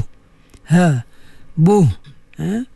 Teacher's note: Pastikan apa nama ha tu keluar daripada pangkal halqum.